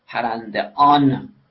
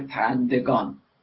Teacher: پرنده آن، تلفظ دشواره، گه میاد میانجی میشه، میشه پرندگان · Shown in: second take